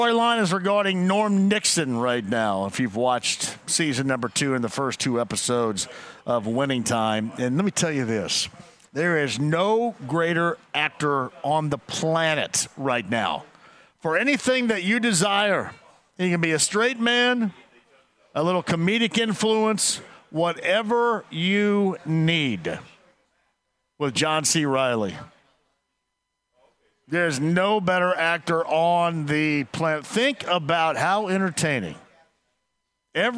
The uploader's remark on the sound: Live From Twin Peaks. As well as by taking a call on the Colts!